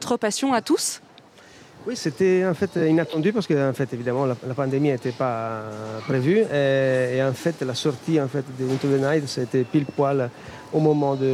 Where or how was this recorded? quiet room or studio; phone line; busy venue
busy venue